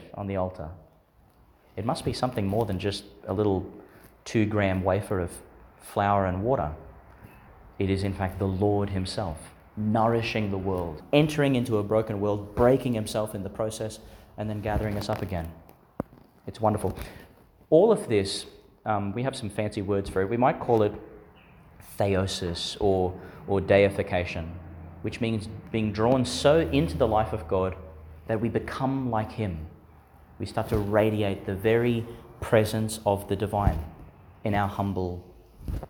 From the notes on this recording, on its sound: Homily for the Third Sunday in Eastertide, delivered in St Peter Chanel Catholic Church, Miriam Vale, Qld.